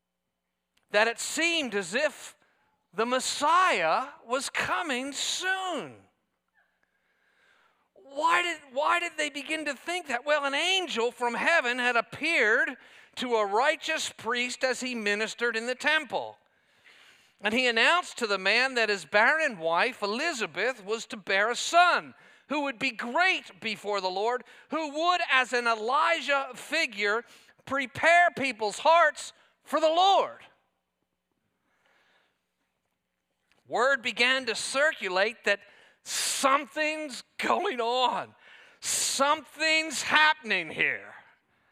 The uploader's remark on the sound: This sermon was preached at Covenant Fellowship Church on November 19, 2023.